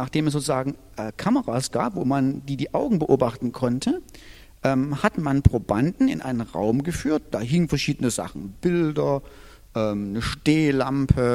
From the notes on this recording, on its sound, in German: Diese Predigt ist aus dem Gottesdienst